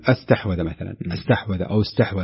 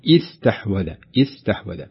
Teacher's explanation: الصحيح أن يبدأ بهمزة مرققة ومكسورة · Shown in: second take